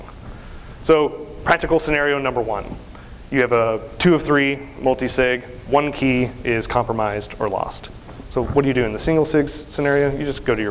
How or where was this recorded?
live audience